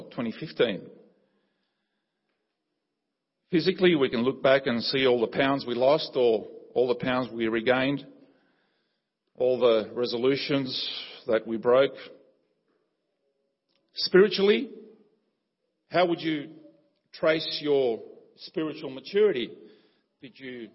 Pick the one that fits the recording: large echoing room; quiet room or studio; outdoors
large echoing room